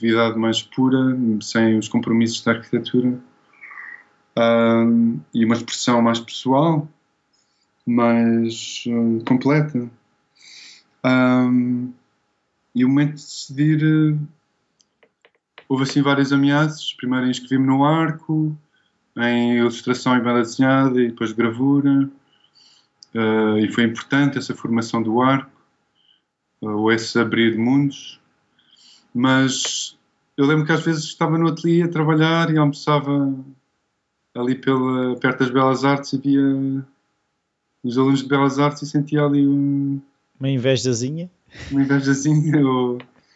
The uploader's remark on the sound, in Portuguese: Fizemos a entrevista vis Skype, pois ele vive em Londres.